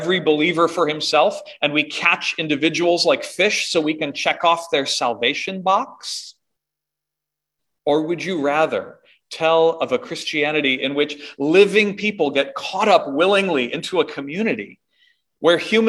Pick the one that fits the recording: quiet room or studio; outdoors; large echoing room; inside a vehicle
large echoing room